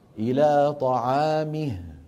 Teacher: يكون مد الصلة في الوصل لا غير، فإذا وقفنا نقف بالسكون